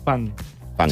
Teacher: es pronuncia així perquè darrere tens un so d'una K o d'una G · Term: velaritzades